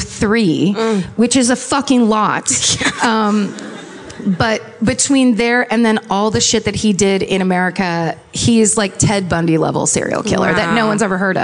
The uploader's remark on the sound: Live At Revolution Hall. Live in Portland, it's a brand new My Favorite Murder! Recorded during a three-night stint at Revolution Hall.